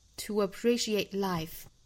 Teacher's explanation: to 乌和 a 连读加 w,这属于是两个元音碰撞在一起需要加一个半元音去形成两个音的过渡